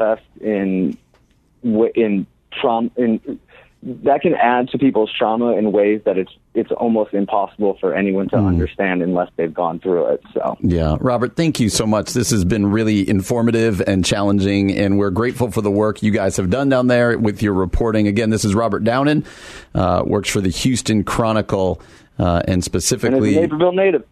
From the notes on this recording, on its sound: We are joined via phone by reporter from the Houston Chronicle